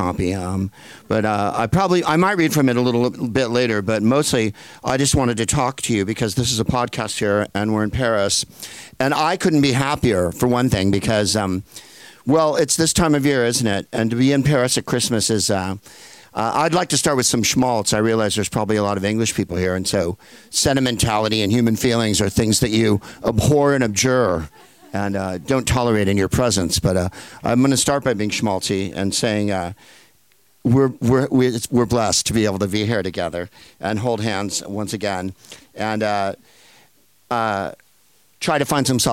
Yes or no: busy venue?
yes